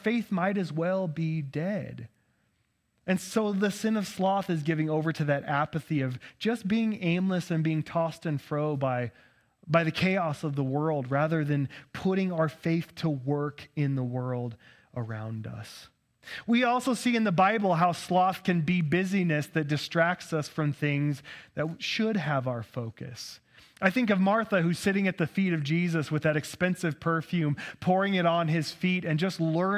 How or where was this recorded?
large echoing room